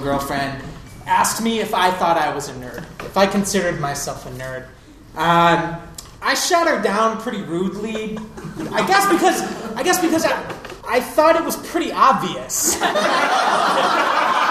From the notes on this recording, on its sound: The show you're about to hear was recorded live at the Pub Theater, 3220 N Lincoln Avenue in Chicago. Everything on this podcast has been created and performed by audience members who volunteered to share their stories.